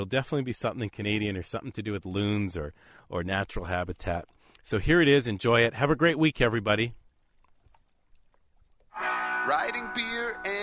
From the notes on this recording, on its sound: The World’s First Ever Beaver cast recorded on a Beaver dam in Northern Ontario, Canada.